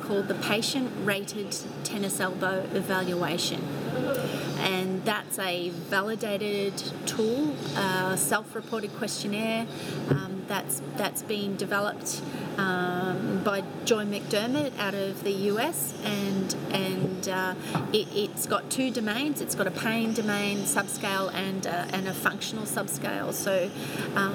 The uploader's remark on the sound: Recorded outside. Gold Coast in Australia, apologies for the sound of wildlife in the background !!